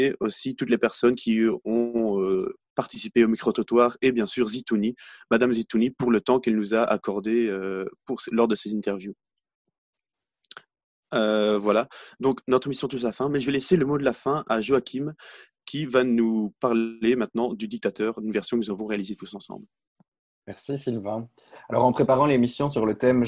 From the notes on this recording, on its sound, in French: Une émission radio enregistrée en télé-conférence sous les conditions du confinement lié au covid-19. Étudiants à l'Université Saint-Louis.